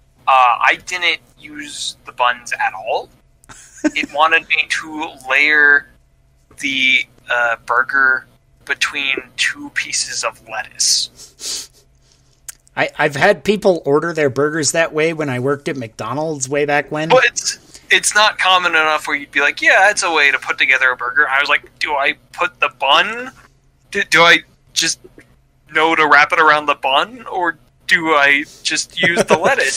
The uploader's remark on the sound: This was recorded a few weeks ago but we had an issue with the audio we had to figure out.